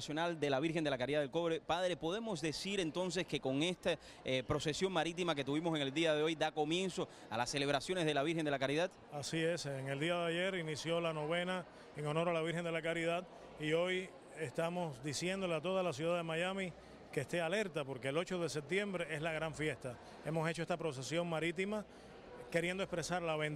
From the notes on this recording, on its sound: ON THE STREET. PROCESION MARITIMA VIRGEN DE LA CARIDAD DEL COBRE MIAMI.